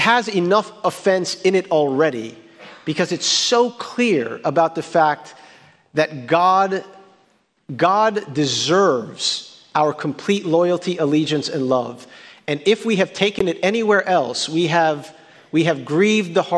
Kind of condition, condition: setting, large echoing room